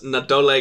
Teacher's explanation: the O becomes the stressed vowel because it's the second to last.